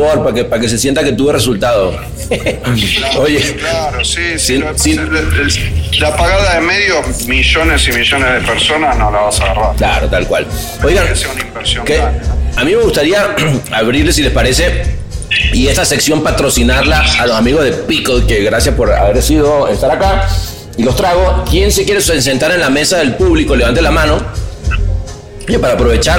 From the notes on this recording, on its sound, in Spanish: Clubhouse Cannes Lions. En nuestro podcast-bar.